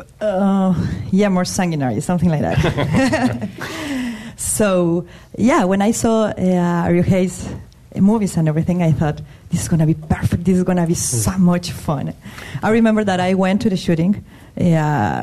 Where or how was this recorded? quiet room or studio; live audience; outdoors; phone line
live audience